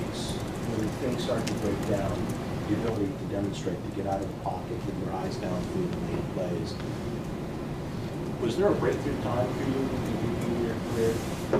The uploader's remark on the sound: Addresses the media during his press conference at Gillette Stadium on Thursday, January 4, 2024.